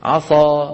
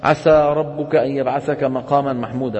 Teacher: من اللحن الجلي. عصى بدل عسى، عسى ربك أن يبعثك مقاما محمودا، ما بصير مفخم السين · Shown in: second take